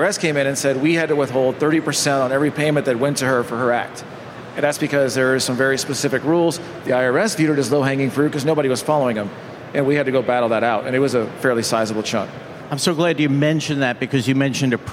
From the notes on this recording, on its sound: LIVE FROM MONEY 20/20. Live from the Money 20/20 Garage Stage.